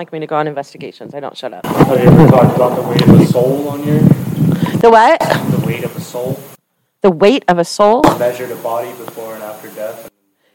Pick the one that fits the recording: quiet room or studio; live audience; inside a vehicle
live audience